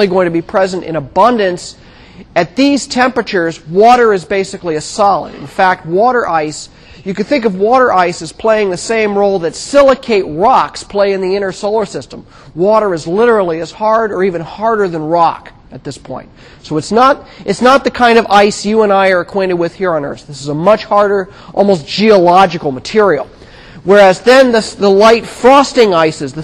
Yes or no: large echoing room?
yes